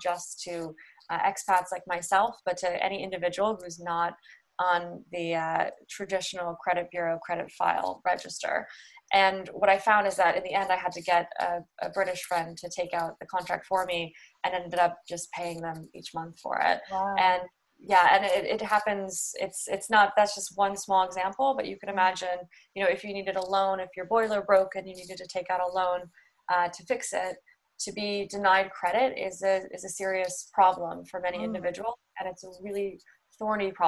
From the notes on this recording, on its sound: joined over Zoom